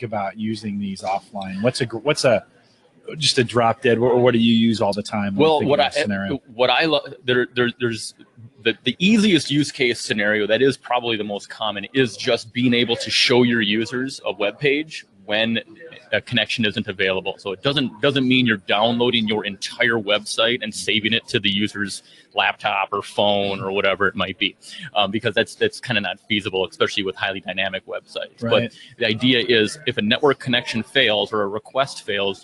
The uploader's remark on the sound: Live from Infotec 2016